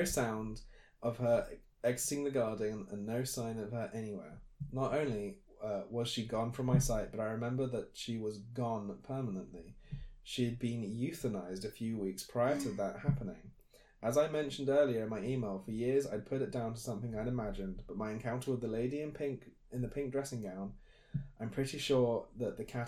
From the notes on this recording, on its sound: APOLOGIES ONCE AGAIN FOR AUDIO.